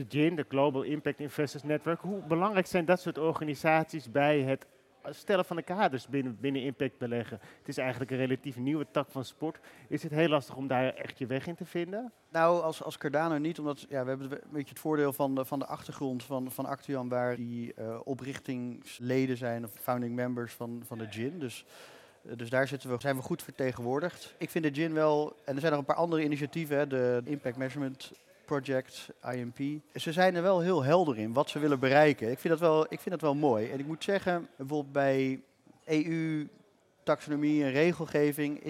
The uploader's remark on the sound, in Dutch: live vanaf het cardano-podium op Fund Seminar 2023